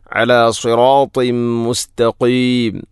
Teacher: അല സിറാത്തിൻ മുസ്തഖീം, അല സിറാത്തിൻ ശേഷം തൻവീനു ശേഷം മീം വന്നാൽ ഇദ്ഗാം കാമിൽ. തൻവീനിനെ മീമിലേക്ക് ഇദ്ഗാം ചെയ്യണം.